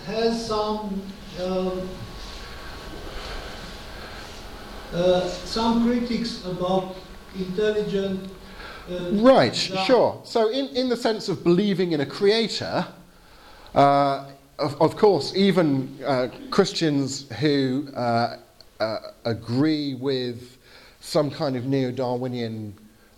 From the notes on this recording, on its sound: Lecture with Q&A (in English) at the Areopagus Centre in Timisoara, Romania, 20th November 2018